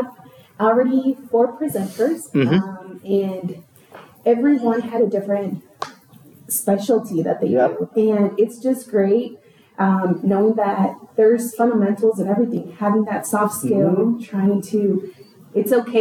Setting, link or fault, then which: setting, busy venue